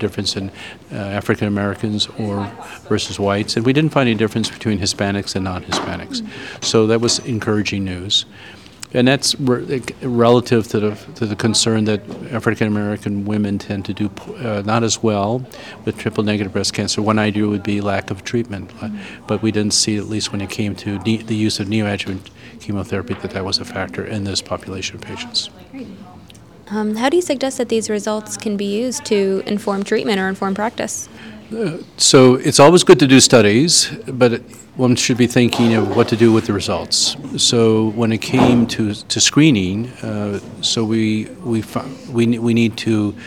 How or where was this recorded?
busy venue